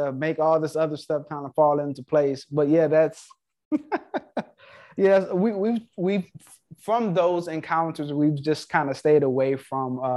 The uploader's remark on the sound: Investors Gallery is a live Zoom open to the public. Through this live zoom conference anyone can asks questions about their own investments, legal advice, or opportunities!